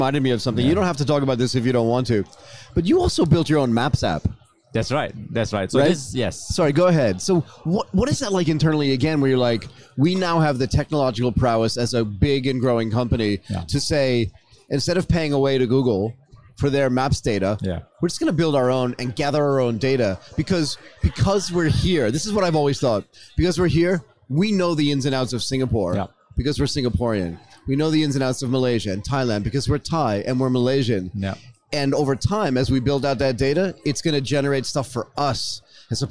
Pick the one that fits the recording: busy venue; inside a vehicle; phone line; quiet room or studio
busy venue